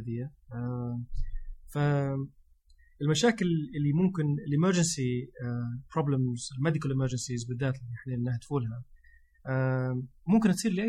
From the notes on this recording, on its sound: We put this together quickly, so excuse the relatively poor sound quality and some of the ad libbed content.